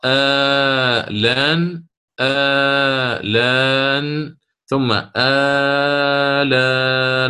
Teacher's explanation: عندنا إبدال همزة الوصل مع الإشباع وعليها ثلاثة البدل، قصر توسط إشباع، يعني تقرأ آلان آلان ثم آلان وقد عصيت، ستصلها يعني بما بعدها.